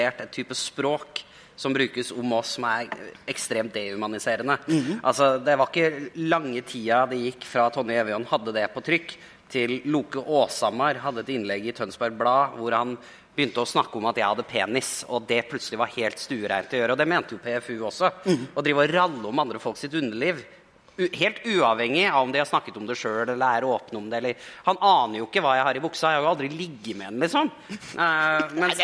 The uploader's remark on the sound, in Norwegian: Live fra Arctic Pride